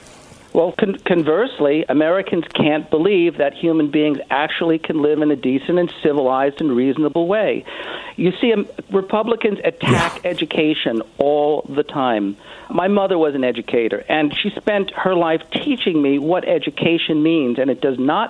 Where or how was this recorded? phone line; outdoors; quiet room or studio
phone line